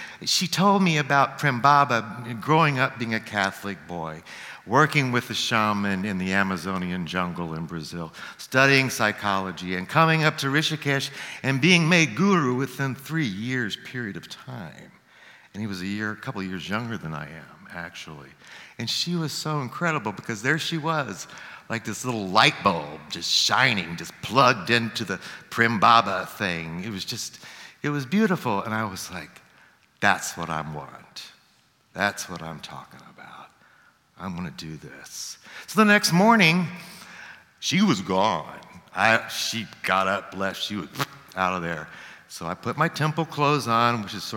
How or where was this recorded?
live audience